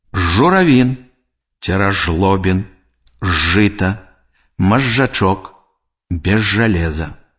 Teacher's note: Звонкі зычны «з» перад зычным «ж» і афрыкаты «дж» вымаўляецца як «ж».